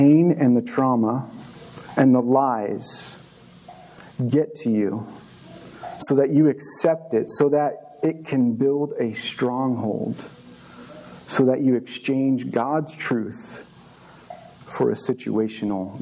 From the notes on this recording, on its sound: This message was recorded on March 19, 2023, at View Ridge Middle School in Ridgefield, Wa.